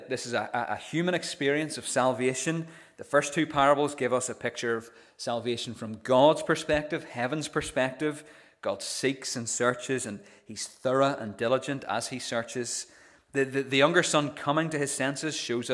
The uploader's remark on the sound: This is the recording of the Bible reading and sermon from our morning service on Sunday 18th June 2023.